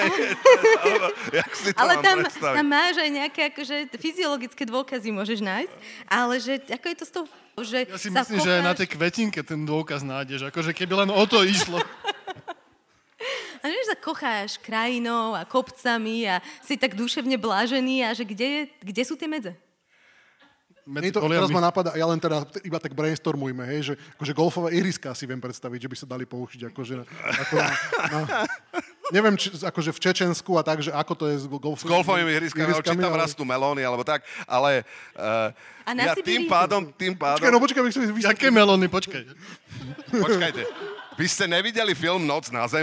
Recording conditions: live audience